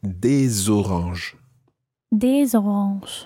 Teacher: you pronounce the S of des because it's followed by a vowel